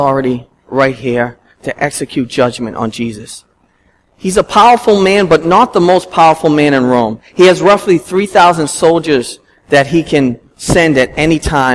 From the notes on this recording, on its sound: at Restoration Road Church in Wakefield, MA